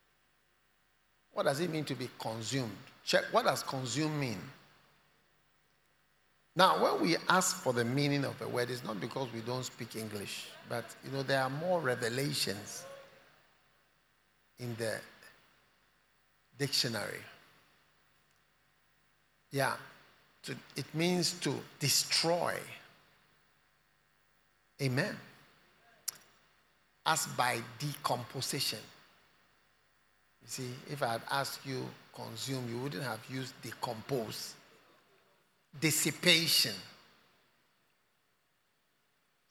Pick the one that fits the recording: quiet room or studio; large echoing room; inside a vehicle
large echoing room